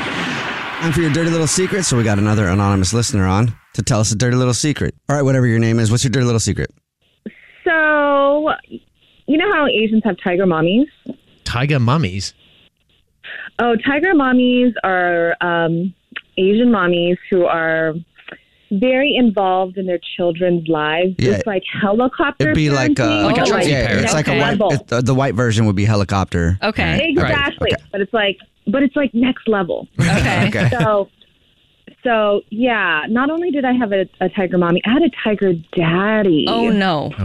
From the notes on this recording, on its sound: someone one the phone